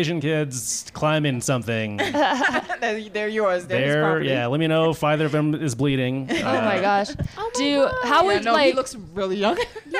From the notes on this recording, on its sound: The season 5 finale is live from Vail, CO, at Vail Comedy Festival. In this live pod recording in front of a real audience.